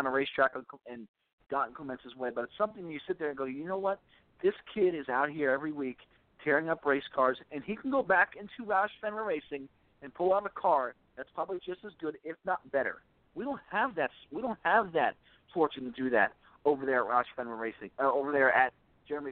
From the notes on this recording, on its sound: we take your phone calls